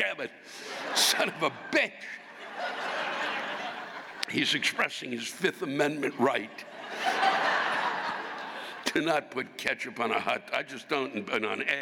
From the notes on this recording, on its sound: This week’s live rants come from the North Shore Center for the Performing Arts in Skokie, Illinois.